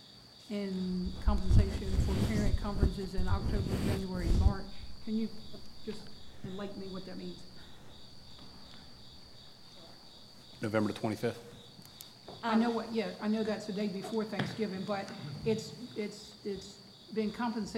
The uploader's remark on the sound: An audio recording of the Indian River Board of Education regular monthly meeting on August 24, 2020.